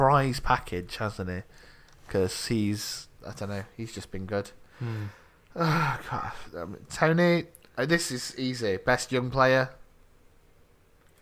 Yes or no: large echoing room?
no